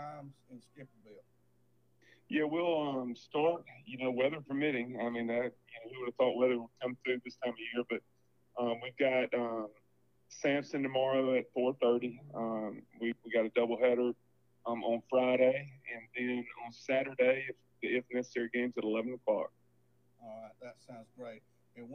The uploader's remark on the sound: Guest for show by phone.